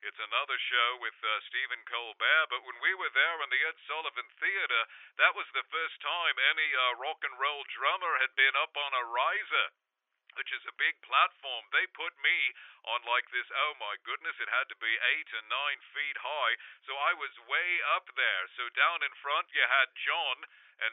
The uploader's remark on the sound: called